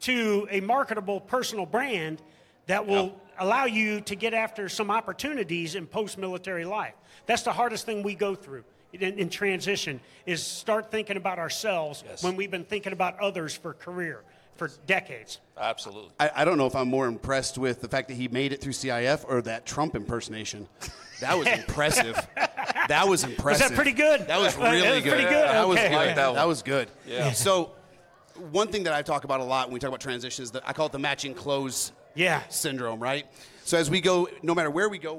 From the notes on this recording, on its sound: Live from MIC 2023.